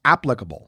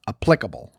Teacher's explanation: They're both 3 syllables, but it's the first syllable that you're supposed to emphasize. · Shown in: first take